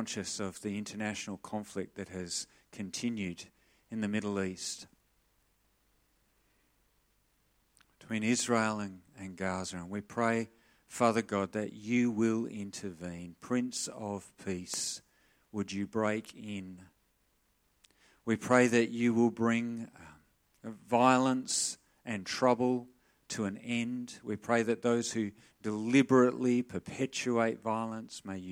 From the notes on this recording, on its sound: Sermon recorded live from Morley Baptist Church